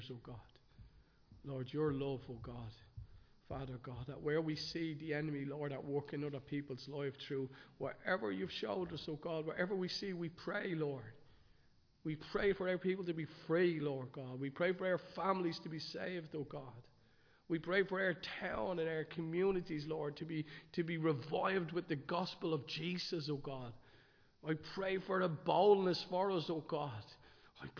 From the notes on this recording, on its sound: Recorded live in Liberty Church on 20 November 2022